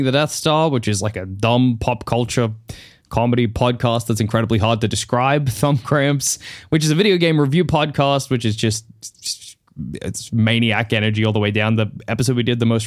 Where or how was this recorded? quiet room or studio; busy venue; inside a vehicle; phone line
quiet room or studio